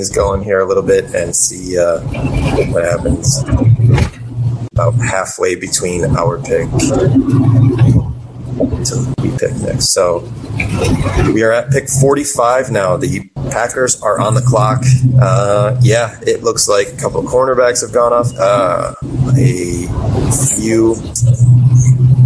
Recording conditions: poor sound quality